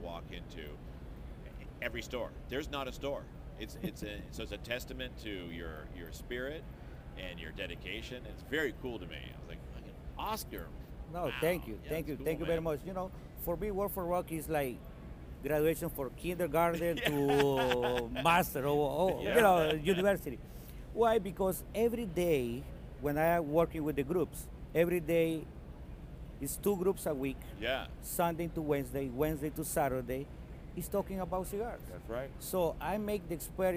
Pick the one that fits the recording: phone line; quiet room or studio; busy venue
busy venue